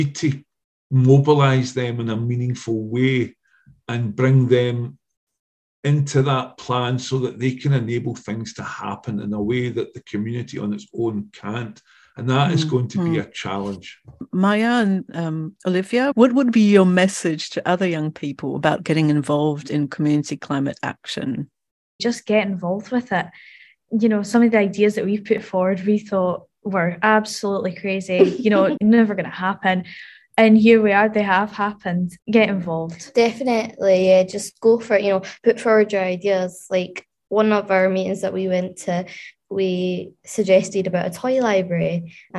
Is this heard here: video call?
yes